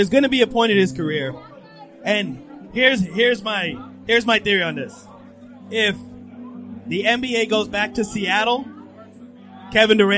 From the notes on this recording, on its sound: We bring you the best of our Live Celtics Opening Night Broadcast from The Harp (across the street from the TD Garden).